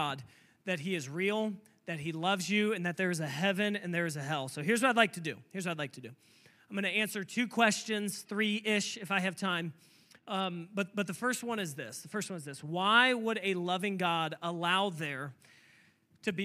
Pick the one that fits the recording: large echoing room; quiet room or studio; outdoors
large echoing room